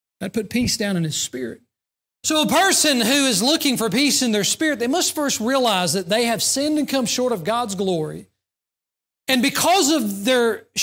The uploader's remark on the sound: during the Sunday morning service on February 11, 2024, at Southside Baptist Church in Mount Airy, NC.